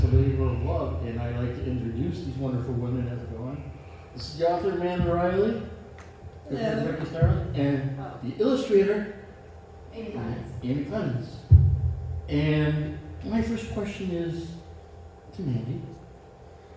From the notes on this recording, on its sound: on stage at FanExpo Chicago 2022